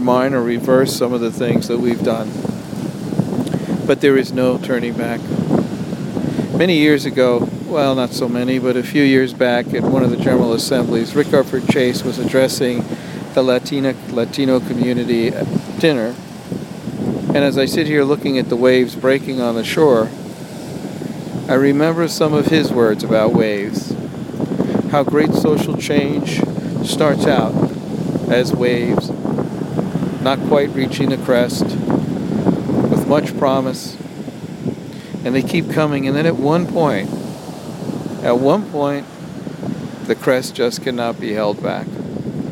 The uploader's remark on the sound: On the beach at Cherry Grove, Fire Island, New York.